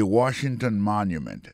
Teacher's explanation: accent tombé sur le premier syllabe là